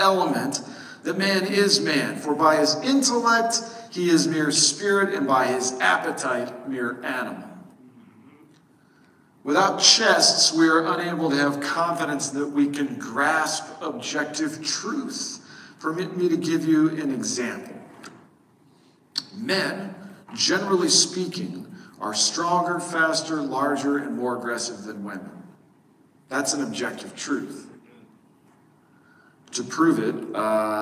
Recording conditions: large echoing room